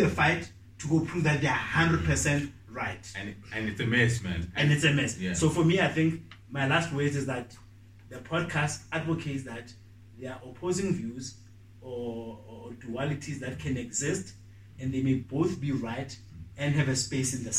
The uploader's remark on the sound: The audio quality is not as clean as usual due to some technical difficulties we have been facing lately.